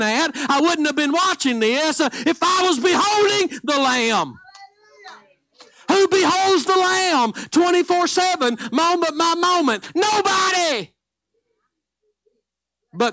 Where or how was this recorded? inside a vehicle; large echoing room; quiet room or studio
large echoing room